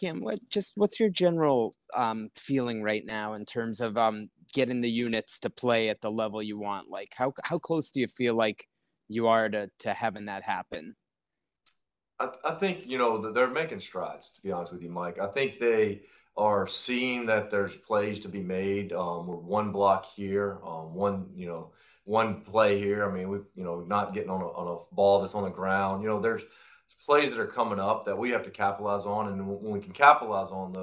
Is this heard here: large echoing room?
no